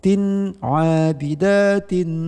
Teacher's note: Tin abidatin langsung dengan mendekati kepada sin, nunnya tidak jelas lagi · Term: ikhfa